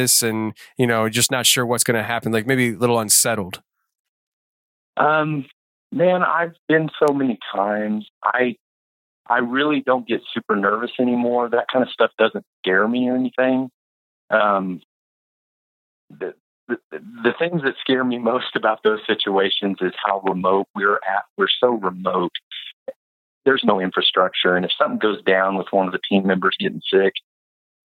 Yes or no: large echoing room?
no